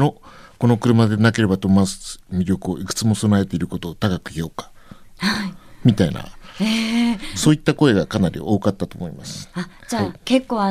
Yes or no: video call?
no